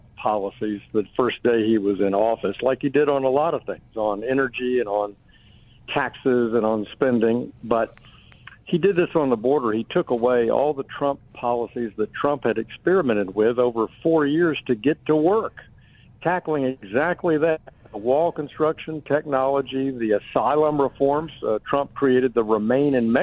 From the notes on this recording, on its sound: Both congressmen called in to give us an update from Capital Hill.